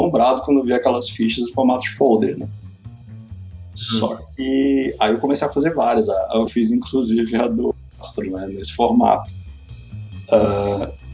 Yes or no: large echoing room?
no